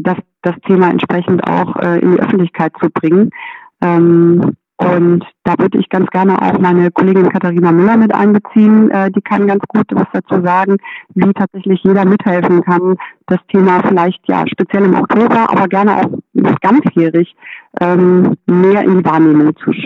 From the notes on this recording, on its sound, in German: Telefoninterview